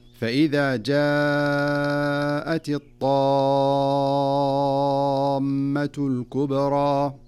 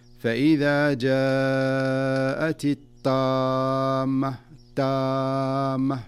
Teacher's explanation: لا بد أن تظهر الطاء بقوتها واستعلائها دون أن تتحول في النطق إلى تاء · Shown in: first take